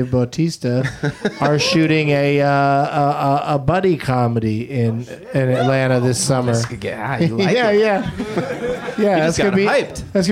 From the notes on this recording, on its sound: Live from the UCB Franklin